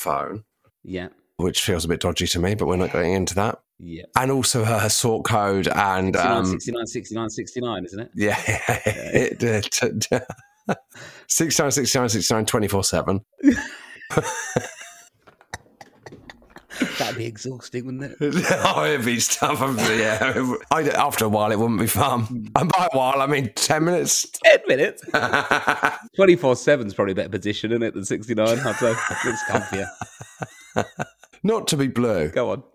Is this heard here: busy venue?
no